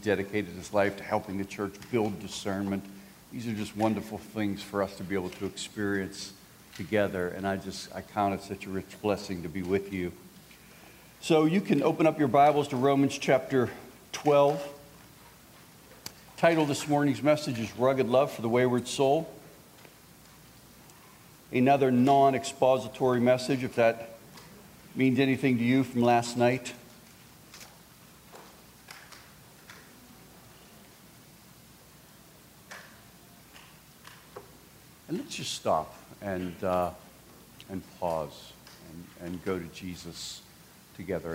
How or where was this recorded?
live audience